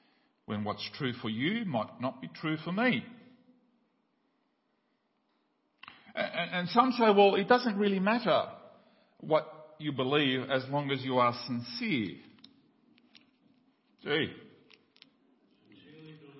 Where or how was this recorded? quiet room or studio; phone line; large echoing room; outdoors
large echoing room